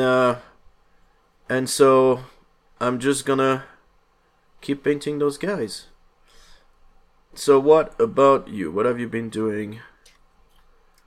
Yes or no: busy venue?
no